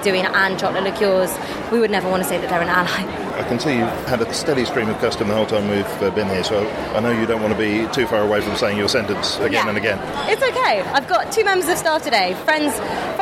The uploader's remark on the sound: This week's broadcast comes from Feast food festival in Tobacco Dock.